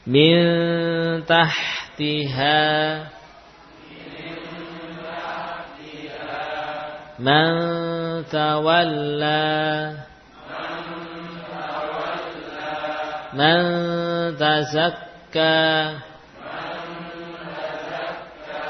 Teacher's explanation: nun tidak lagi nempel pada gusi ujung lidahnya · Term: nun yang samar